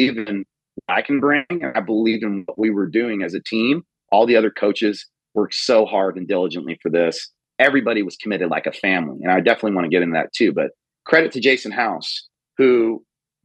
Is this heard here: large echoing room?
no